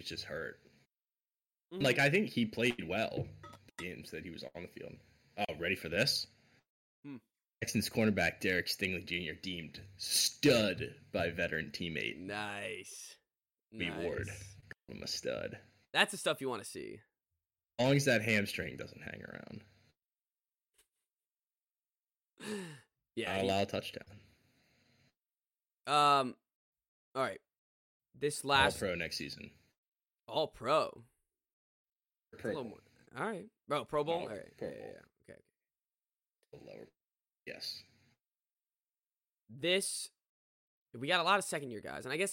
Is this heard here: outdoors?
no